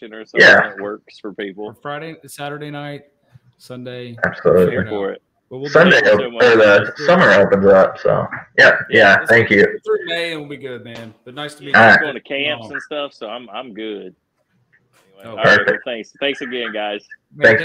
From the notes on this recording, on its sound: Apologies for the terrible audio.